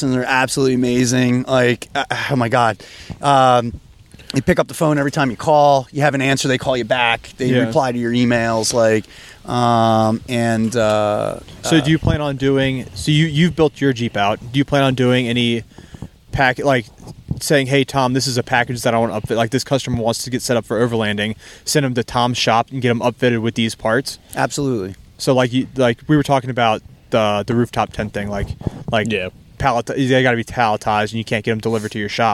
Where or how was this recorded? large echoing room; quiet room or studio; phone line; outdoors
outdoors